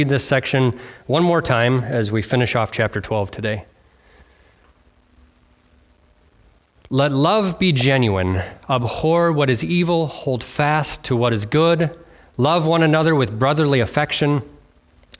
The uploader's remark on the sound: on February 4th, 2024 at Bible Center Church in Maiden Rock, Wisconsin.